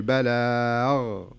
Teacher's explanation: فحاولي انك تدربي عليها، خذي حرف منتهي بحرف الغين، مثلا بلاغ، لاحظي لما اقول بلاغ صارت كانها خاء، لكن لما اقول بلاغ صارت غين نظيفه كذا ما فيها اي خشونه او يعني الثقل اللي في الخاء.